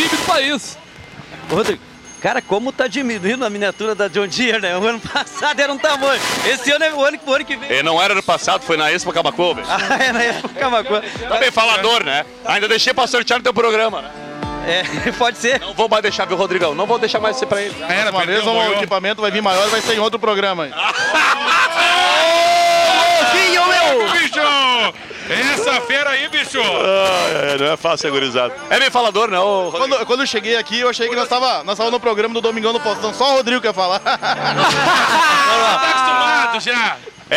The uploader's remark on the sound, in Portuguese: Especial Invasão 97 ao vivo da Esquina democrática.